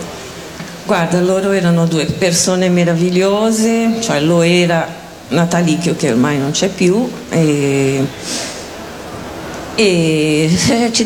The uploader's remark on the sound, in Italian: Dal palco centrale di Lucca Comics & Games 2018